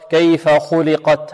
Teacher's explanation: الخاء مفخمة واللام مرققة، إذن مفخم مرقق